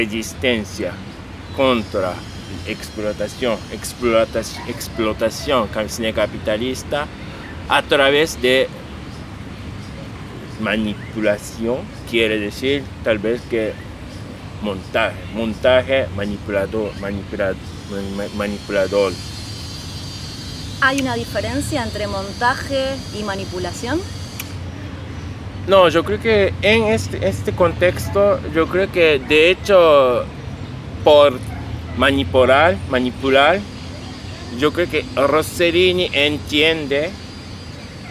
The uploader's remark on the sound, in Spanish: Nos juntamos a charlar en Parque Centenario, donde los pájaros hicieron la banda de sonido en vivo y no cobraron por ese trabajo.